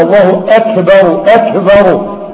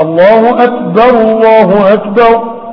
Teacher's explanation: الكاف لا تقلقل لانها ليست من حروف قطب جد · Shown in: second take · قاف والطاء والباء والجيم والدال هي اللي تقلقل اذا كانت ساكنه، اما دي كاف وليست قاء، تبقى الله اكبر الله اكبر لا اله الا الله.